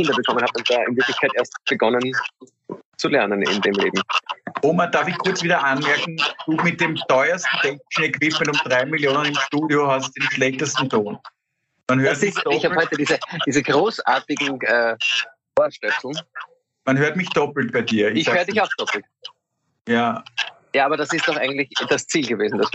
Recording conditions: video call